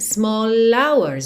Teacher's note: Those small. E hours é uma das pouquíssimas palavras em inglês que o H é mudo. Então a gente já junta small hours.